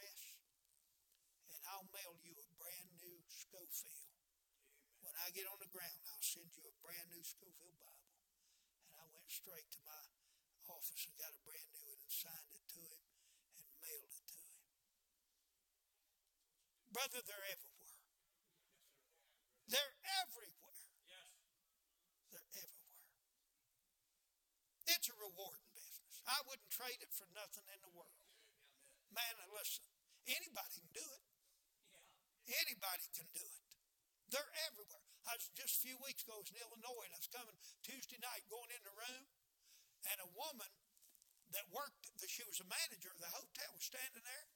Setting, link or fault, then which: setting, large echoing room